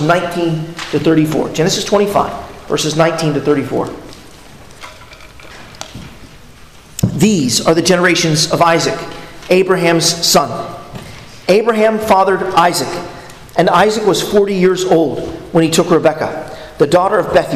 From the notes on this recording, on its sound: at Arlington Baptist Church in Arlington, Virginia